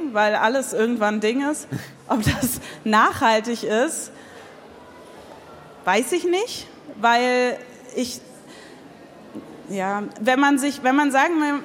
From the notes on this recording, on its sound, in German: Im Live-Podcast. Oktober 2023 auf dem Silbersalz Festival in Halle (Saale) vor Publikum aufgezeichnet.